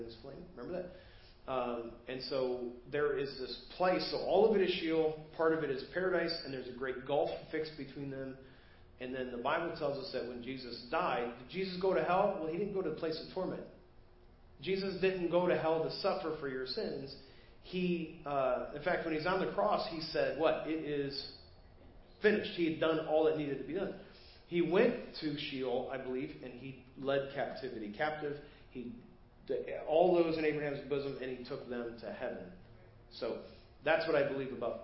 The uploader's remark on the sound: Preached at First Baptist Church of Hazel Park